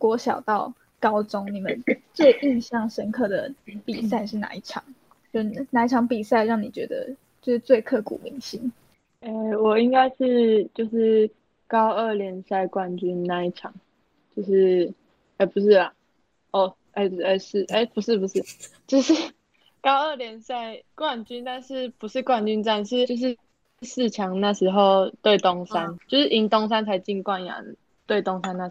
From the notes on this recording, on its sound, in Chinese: 由於設備問題，本集節目透過線上會議室錄製，延遲情況較嚴重，請多包涵！